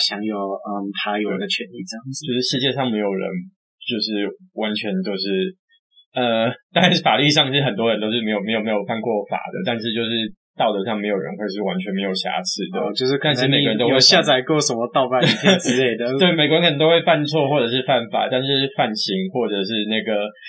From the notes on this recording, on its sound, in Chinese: 這次去噪後音質超差，早知道當初就別買電容式的麥克風了